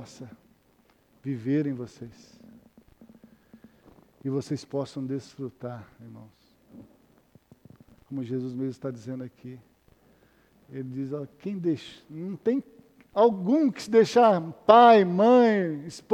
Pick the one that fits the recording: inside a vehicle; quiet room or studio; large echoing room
large echoing room